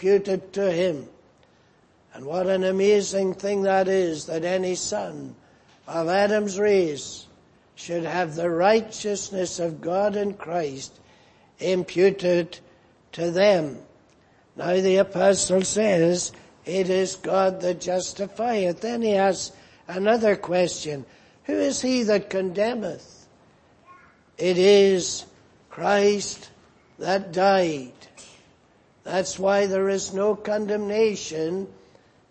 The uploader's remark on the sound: Preached in Grafton. At the Lord’s Day Evening service.